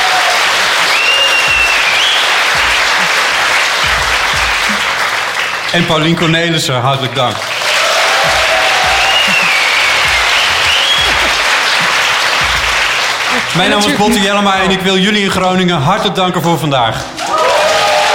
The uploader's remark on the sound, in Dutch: Op zaterdag 24 augustus 2019 waren we te gast op het Groningse Performance Arts Festival Noorderzon